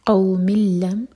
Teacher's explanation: یہ ادغام بغیر غنہ کا نون کی آواز بالکل نہیں ٹچ کریں گے قوم اللم نج جیم پر قلقلہ نج علہم لام اور لام